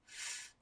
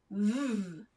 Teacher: V, same mouth, but now the voice box is on · Shown in: second take · So f doesn't have a voice box, or the voice box isn't on.